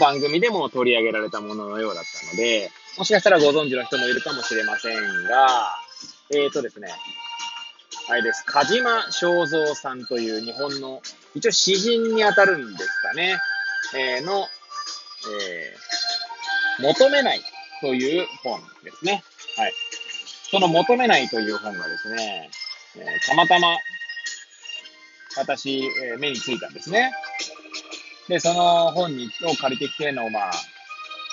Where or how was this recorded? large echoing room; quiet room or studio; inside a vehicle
inside a vehicle